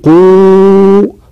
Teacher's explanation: مؤخرة اللسان ترتفع ويضيق المكان · Term: الواو المادية